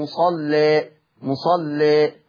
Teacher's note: هيبقى لي في لفظ مصلى التقليل مع ترقيق اللام